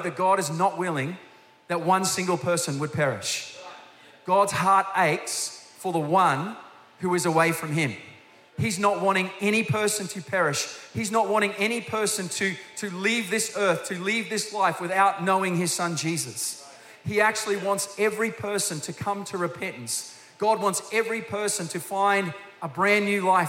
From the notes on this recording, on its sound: Recorded during our 9am service